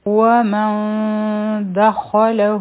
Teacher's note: مخکې چونکه دال راځي نو دلته به مونږ اخفا کوو، د نون ساکن آواز به پټوو، او د هغې طریقه دا ده چې یو دوه سیکنډه به مونږ دا نون هولډ کړو